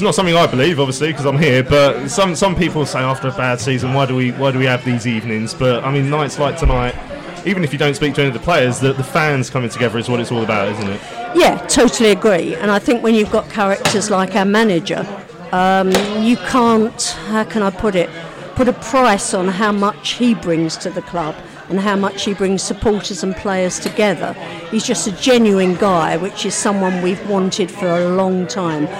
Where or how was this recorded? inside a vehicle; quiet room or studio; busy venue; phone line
busy venue